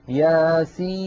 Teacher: سين مكسورة بعدها ياء ساكنة بعدها نون ساكنة